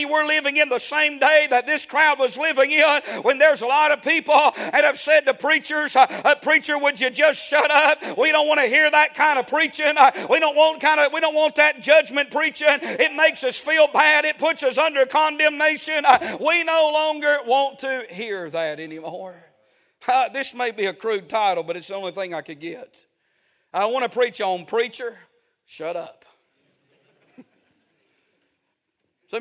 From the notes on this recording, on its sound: A sermon preached Sunday Evening, on December 3, 2023.